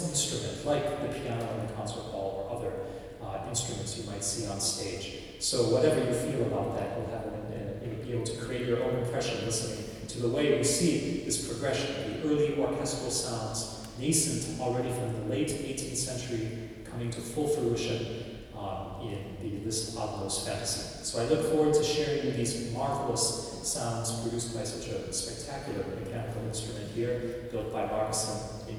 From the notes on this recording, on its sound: Reporting from Göteborg International Organ Festival. Hear excerpts from his concert from HAGA CHURCH. ORGAN RECITAL AT THE MARCUSSEN ORGAN.